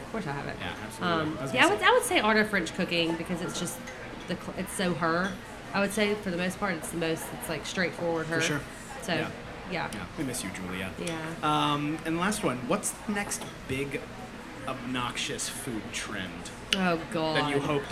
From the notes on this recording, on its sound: Sat down for a LIVE episode of the podcast in front of the brunch’s guests, which is what you’ll hear for this episode. You’ll get to catch some of the Q&A from the crowd as well.